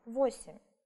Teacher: Именно т, да, в конце, никак не h, как это зачастую бывает. Ошибаются в произношении и очень часто говорят h.